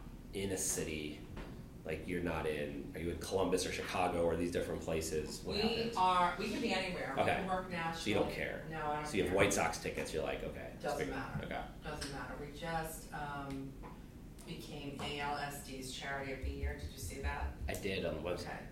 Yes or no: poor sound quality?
yes